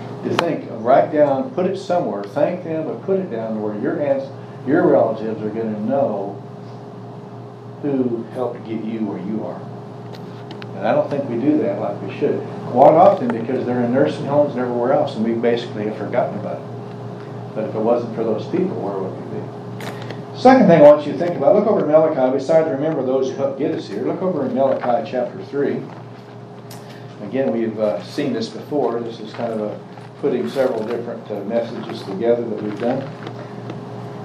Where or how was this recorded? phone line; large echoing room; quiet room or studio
large echoing room